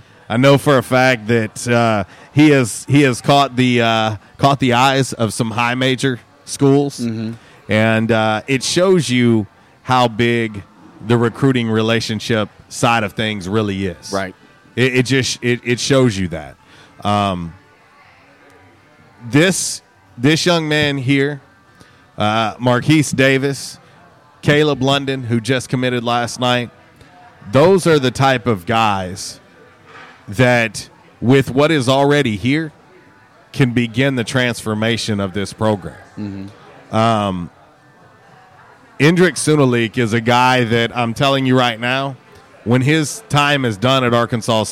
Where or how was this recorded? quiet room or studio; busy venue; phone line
busy venue